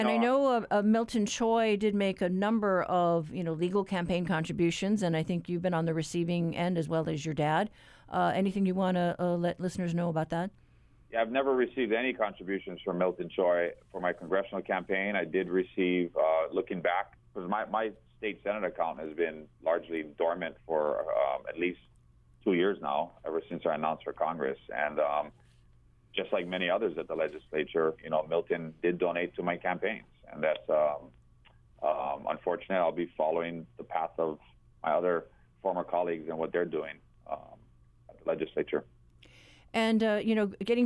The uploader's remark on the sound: for a live call-in show